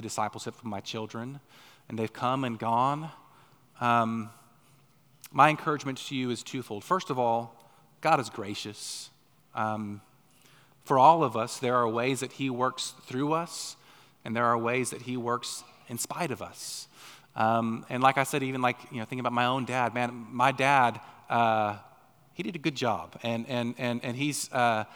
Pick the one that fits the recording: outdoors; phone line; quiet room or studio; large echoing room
large echoing room